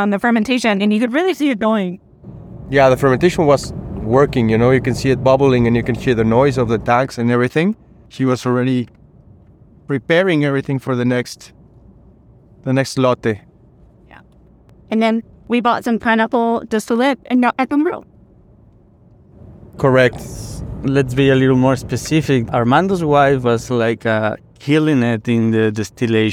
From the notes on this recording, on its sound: Final Car Conversation. On the drive back to Guadalajara.